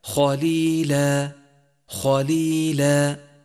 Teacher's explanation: رابعا، لاحظ مد العوض عند كلمة خليلا، خليلا. فتنوين الفتح نقف عليه بألف نمدها حركتين